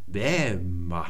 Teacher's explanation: Der Ton geht in der Höhe nach oben und dann geht er aber auch wieder nach unten.